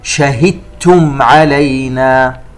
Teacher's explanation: كلمة شهدتم، ننتبه إلى الدال الساكنة، حيثما أتى بعدها حرف التاء فإن هذه الدال تدغم فيها إدغاما كاملا، أي تحذف الدال وتبقى التاء